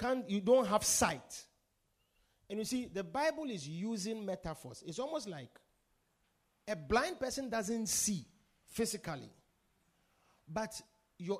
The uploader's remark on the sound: Preached at The Victory Secrets Service.